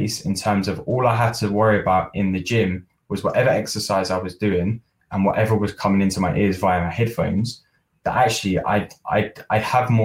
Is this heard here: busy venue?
no